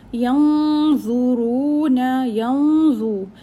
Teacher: we'll do إخفاء hiding the sound of noon but joining with a ظو، and it will be a heavy إخفاء because ظو is a heavy letter. رو will be 2 haraka long.